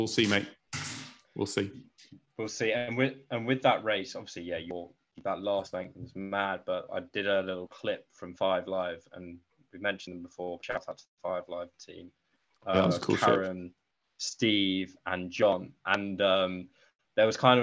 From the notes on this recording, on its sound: Sorry for the dodgy line - I need a new laptop.